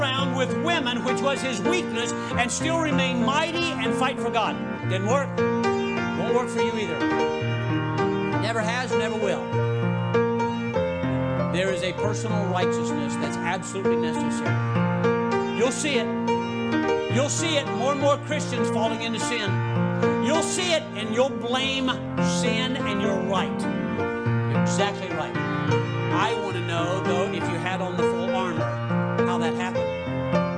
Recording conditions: large echoing room